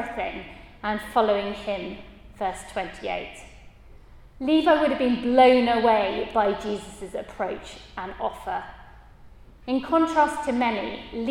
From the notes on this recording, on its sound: at a Christians in Parliament Chapel St Mary's Undercroft on 17th October 2023.